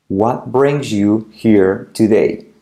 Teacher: cuidado que la R genera una U